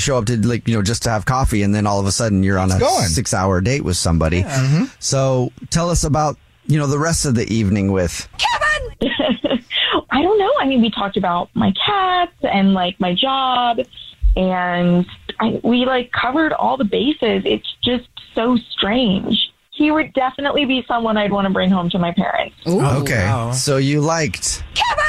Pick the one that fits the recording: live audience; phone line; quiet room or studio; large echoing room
phone line